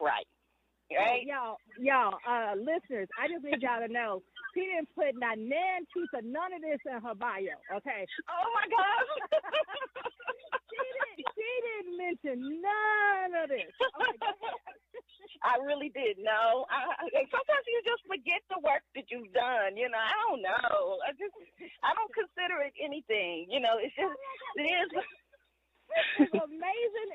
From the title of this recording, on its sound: Walk & Talk